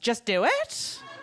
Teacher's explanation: when teenage girls' voices go up at the end of everything? No matter what they say, it always sounds like a question. · Term: uptalk